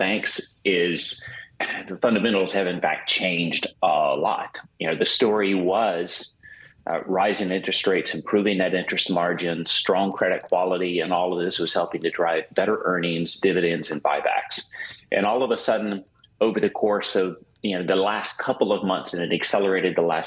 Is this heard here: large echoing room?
no